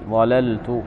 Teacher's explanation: فلا تقول ضلت أو ضلت بالإدغام، لا، هنا لابد من الفك. وقوله تعالى نحن خلقناهم وشددنا أسرهم، شددنا بالفك هنا وجوبا.